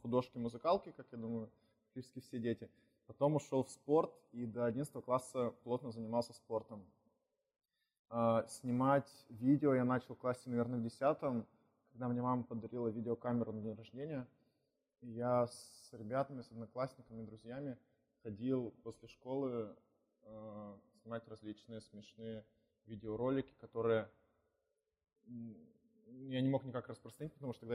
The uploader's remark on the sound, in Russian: Извиняемся за качество звука, мы тогда только учились.